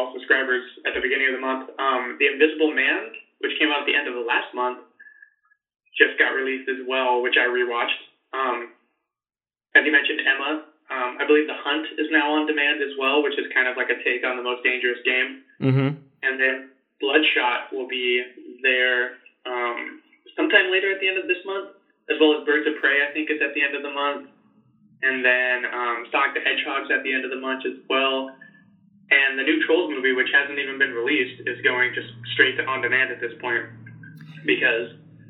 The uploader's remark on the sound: We worked out a way to still do a show despite our "shelter in place" order. The quality isn't the best as we hadn't planned on having to record this way, but it works!